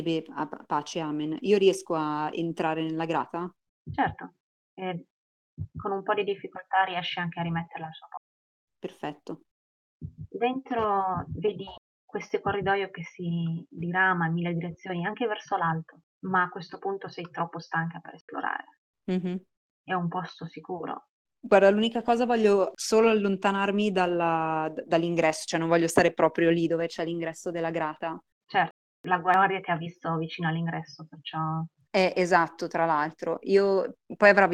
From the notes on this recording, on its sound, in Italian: Purtroppo la qualità audio non è delle migliori, siamo dei poracci e giochiamo via Discord registrando con "Craig Records!".